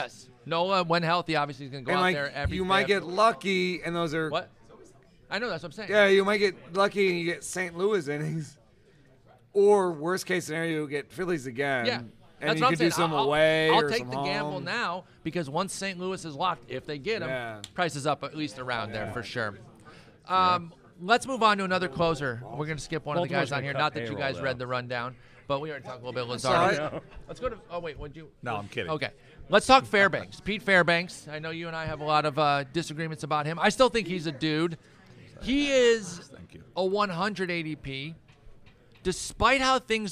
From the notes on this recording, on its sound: Live from the AFL 2023. Live from Arizona, the boys let it fly in the desert during the First Pitch Arizona conference. Joined by several special guests throughout the episode.